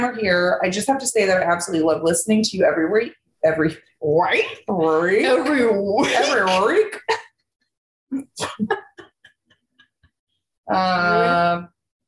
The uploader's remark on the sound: Zooming with each other! In the same room!